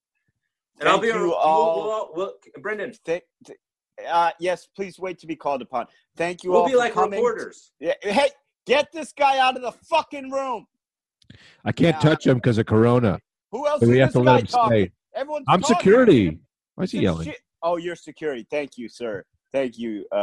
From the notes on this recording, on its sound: Audio is a little wacky because of the new setup, but we'll figure it out eventually.